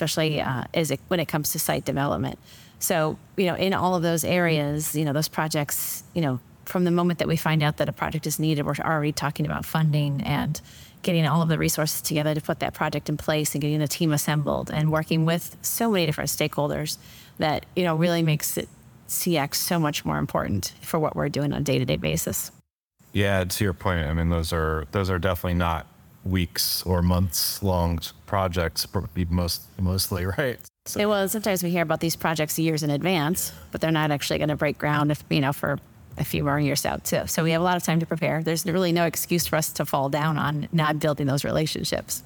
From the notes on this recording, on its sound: I am here in Durham North Carolina at the 2023 CXPS - that’s Customer Experience for Professional Services - Conference.